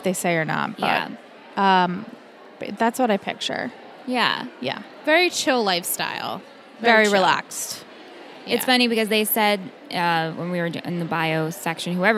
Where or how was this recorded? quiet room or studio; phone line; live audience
live audience